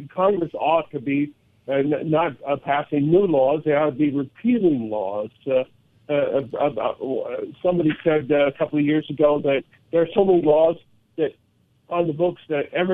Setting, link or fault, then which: link, phone line